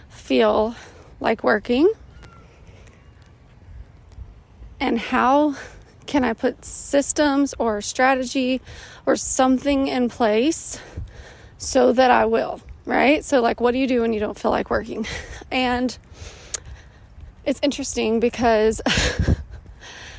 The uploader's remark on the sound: I was on a walk and decided on a whim to record my answer in podcast form. Ignore the birds chirping in the background, my huffing and puffing and any other distracting noises that you don’t normally hear.